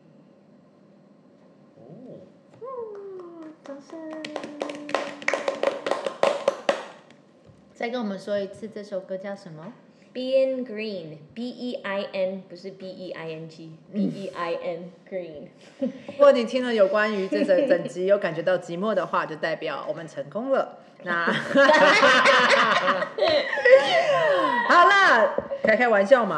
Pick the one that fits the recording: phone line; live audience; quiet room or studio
live audience